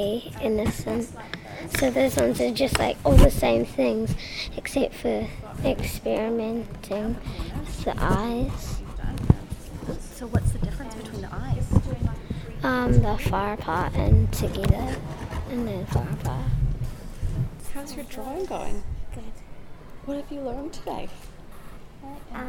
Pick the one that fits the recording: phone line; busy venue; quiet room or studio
busy venue